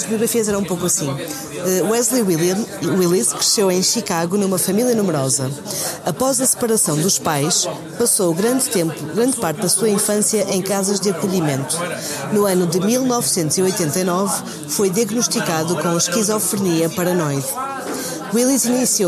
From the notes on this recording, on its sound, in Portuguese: Gravado na Casa de Pasto Fertuzinhos, nas Caldas das Taipas. Pelo meio do ruído de fundo, fomos falando.